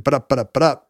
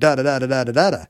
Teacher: It's easier to rhyme, but you don't have those hard, you don't have those explosive finals on each line · Shown in: second take